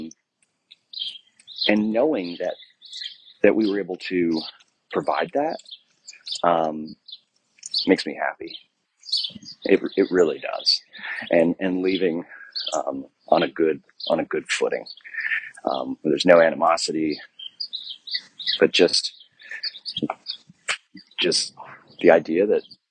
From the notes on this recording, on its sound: I apologize for the birds in the background while recording this outside.